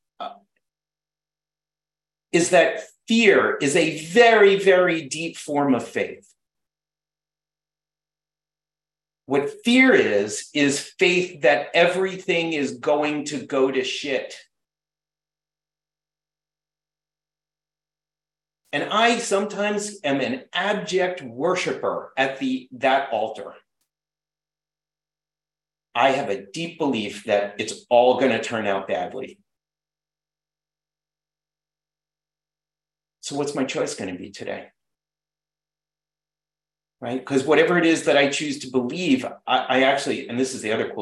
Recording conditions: video call